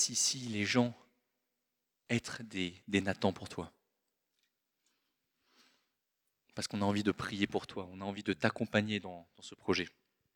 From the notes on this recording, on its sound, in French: Enregistré à l'église CVV, le 18/02/2024